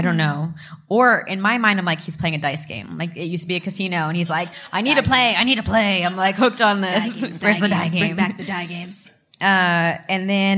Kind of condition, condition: setting, live audience